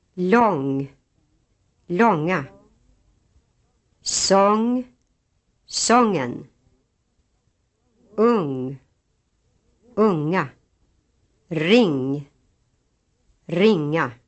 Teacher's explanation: But no G sound is heard at the end, as some English speakers have. This is true in Swedish, even if the ing is followed by a vowel. · Term: ng sound